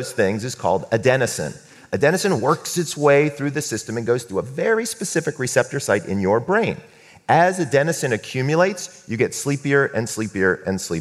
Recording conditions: live audience